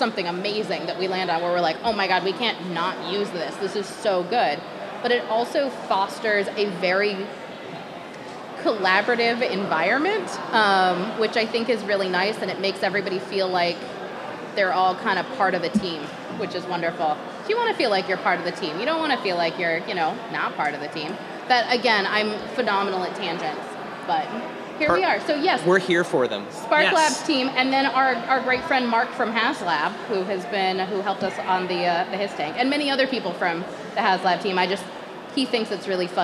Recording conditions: live audience